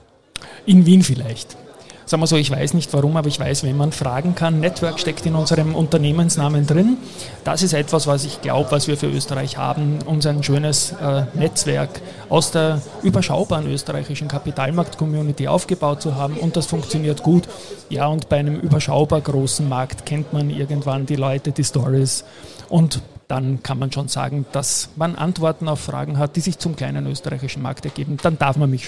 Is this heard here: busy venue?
yes